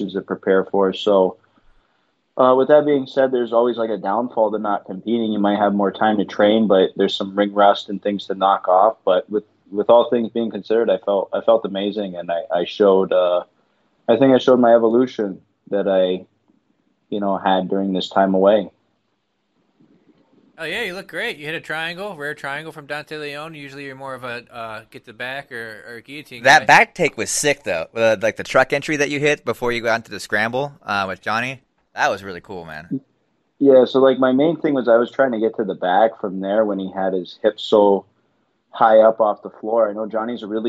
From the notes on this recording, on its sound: call in for the podcast!